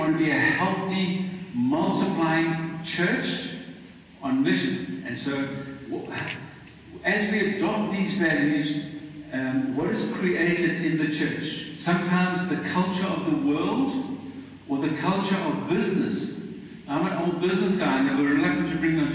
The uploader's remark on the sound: Poor Audio